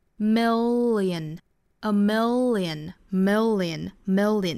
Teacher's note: 美音会发成 million 也就是舌侧音归前面一次就是 mill 发 dark l 然后后面呢又发一遍 light l lion